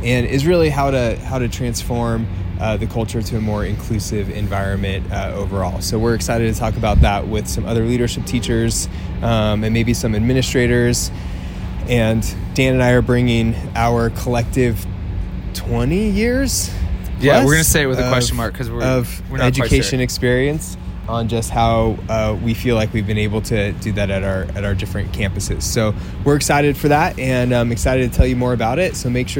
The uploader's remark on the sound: We will be doing daily episodes from the CADA conference in Reno.